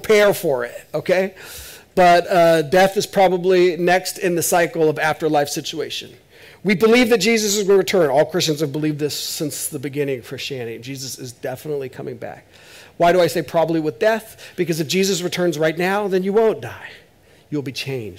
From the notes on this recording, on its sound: This is audio ripped from the Live Service video.